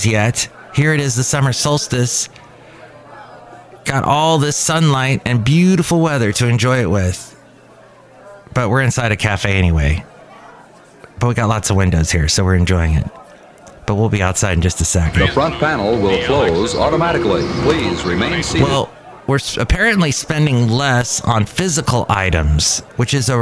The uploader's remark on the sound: podcasts live from Café Anyway